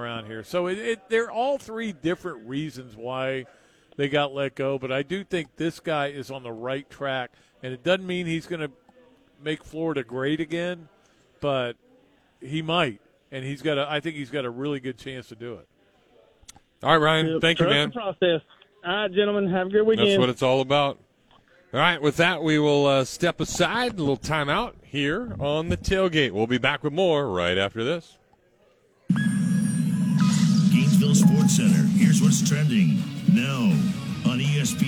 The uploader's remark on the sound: called in from Ironwood Golf Course